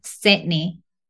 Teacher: D の音がいなくなっちゃった感じが今。セニー。セニー。うん。難しい。あ